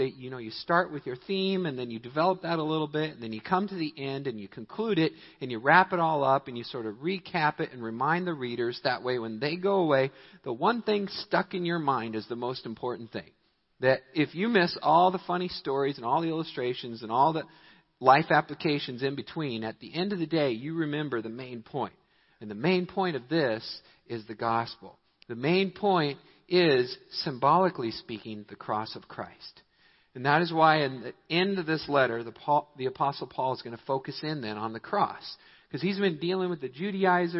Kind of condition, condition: setting, large echoing room